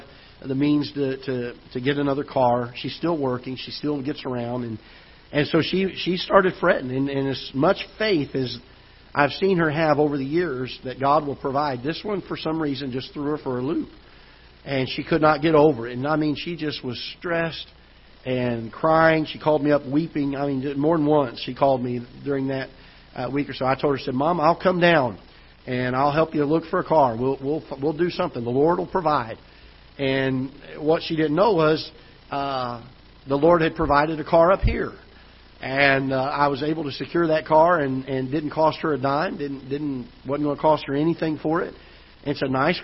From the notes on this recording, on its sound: Ketha Heights Baptist Church ~ Live Broadcast.